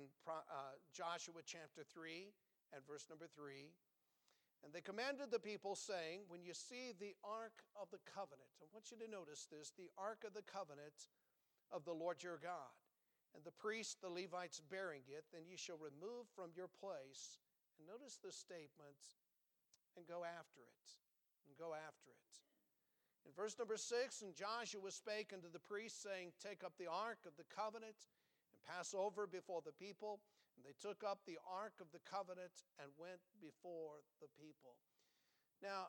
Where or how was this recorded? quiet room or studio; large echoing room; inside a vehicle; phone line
large echoing room